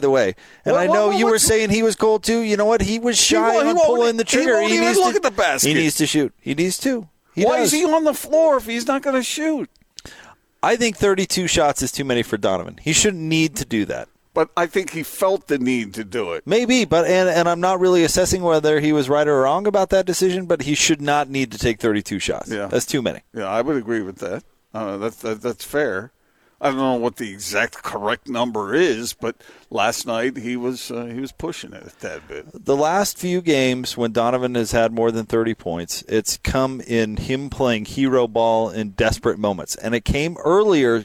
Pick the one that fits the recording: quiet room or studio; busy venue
busy venue